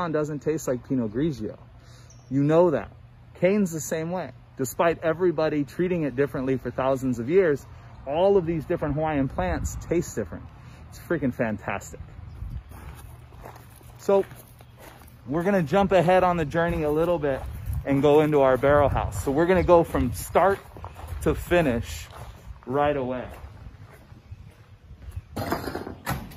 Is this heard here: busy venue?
yes